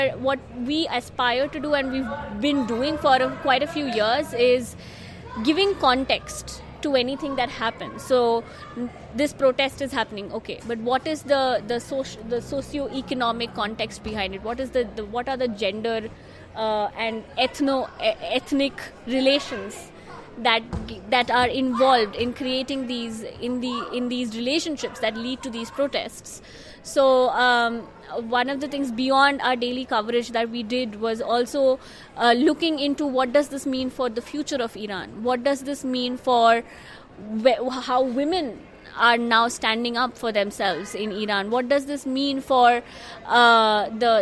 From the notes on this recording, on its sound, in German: Auf einem Podium beim International Journalism Festival in Perugia sprachen Vertreter innen von sogenannten „Exil-Medien“.